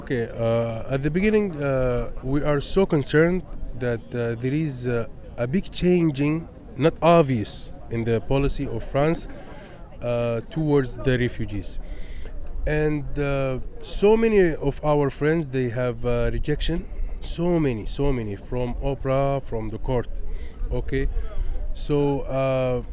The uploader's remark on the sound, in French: À l'antenne de Radio Debout. À l'occasion de la marche contre les violences policières. Nous vous rediffusons ce plateau enregistré en direct de la place de la République.